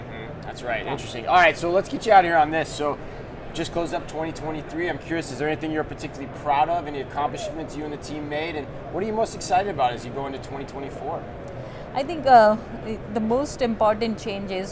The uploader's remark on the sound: Live From NRF 2024